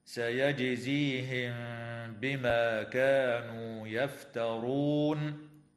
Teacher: تقلقل الجيم في كلمة سيجزيهم وتخفى الميم الساكنة مع الغنة عند الباء في قوله تعالى سيجزيهم بما، وتنتهي الآية اتفاقا عند كلمة يفترون ويوقف عليها من قبيل الوقف الكافي.